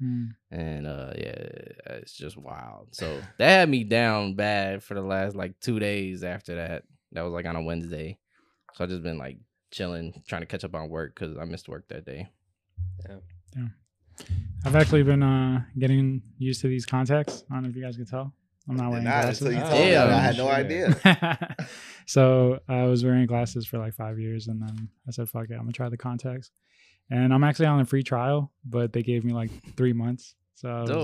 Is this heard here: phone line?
no